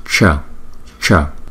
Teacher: Rồi các sibilants là các âm suýt, là chúng ta đọc là cái chữ sờ có dấu sắc á, chúng ta đọc là ch ch là palatal